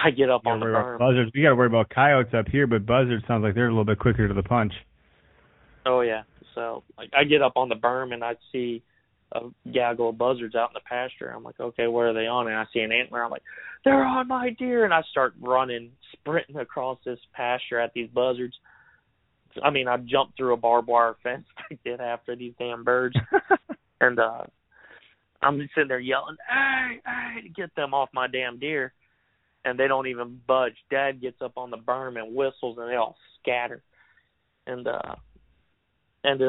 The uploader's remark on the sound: Our listeners called into the show. Take a couple calls about velvet buck sightings!